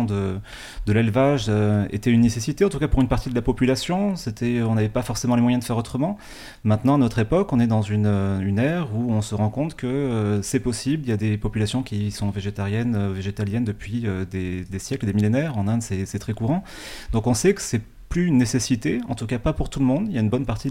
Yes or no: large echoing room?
no